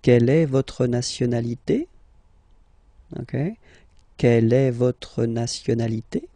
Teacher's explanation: in French we tend to raise the voice at the end when we've got this little point d'interrogation. If it's a question, don't be afraid to go like yup and raise a little bit at the end.